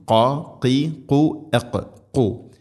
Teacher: ഖാഫ് തൊണ്ടയുടെ മുഗൾ ഭാഗം കഴിഞ്ഞ് ചെറുനാക്കാണ് അതിൻ്റെ മഖ്റജ്